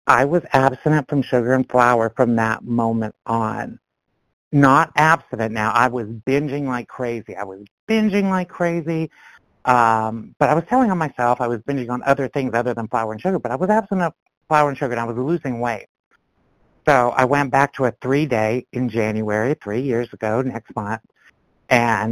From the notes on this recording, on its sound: from the 100 Pounders Phone Meeting, 12/25/22